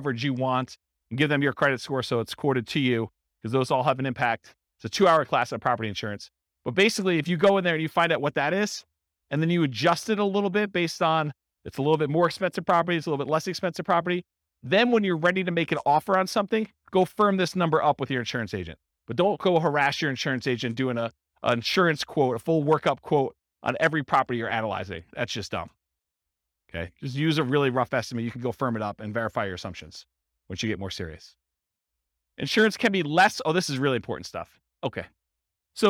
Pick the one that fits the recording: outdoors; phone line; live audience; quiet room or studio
live audience